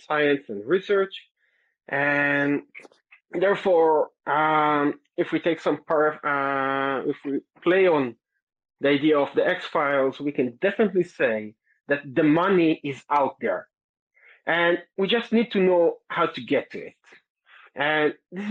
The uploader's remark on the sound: This episode is actually a book launch event.